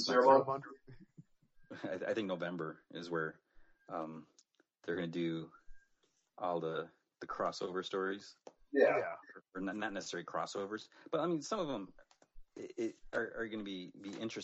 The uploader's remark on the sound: Just a warning, there are some technical issues with this podcast.